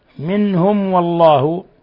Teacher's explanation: ميم ساكنة جاء بعدها الواو إظهار شفوي، بل هو من أشد حالات الإظهار الشفوي